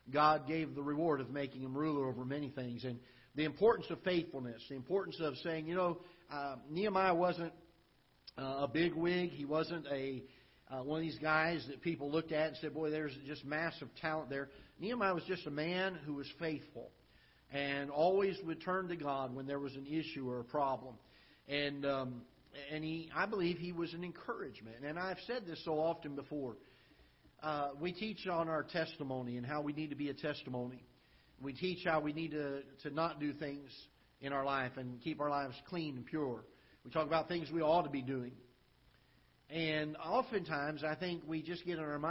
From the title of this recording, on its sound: Ketha Heights Baptist Church ~ Live Broadcast